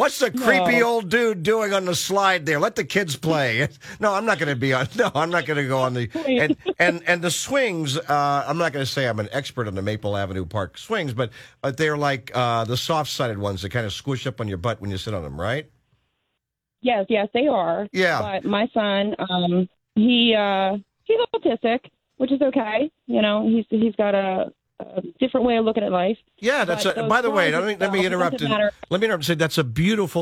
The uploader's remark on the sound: gets the Mayor on the phone